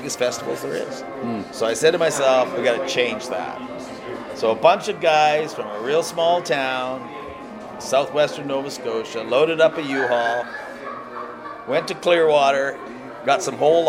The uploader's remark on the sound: This was recorded in a hotel lobby the afternoon of the naming of the Atlantic Schooners with SSE back in 2018.